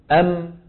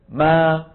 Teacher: لما بتقول أم شو صار تصادم بين الشفة العليا والسفلى · Shown in: first take